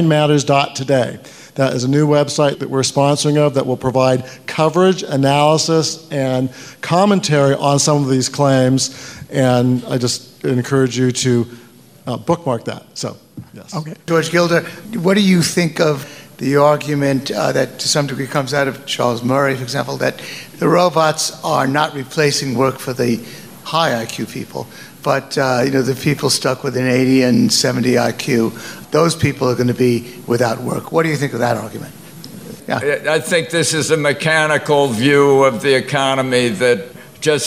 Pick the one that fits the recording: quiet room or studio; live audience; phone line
live audience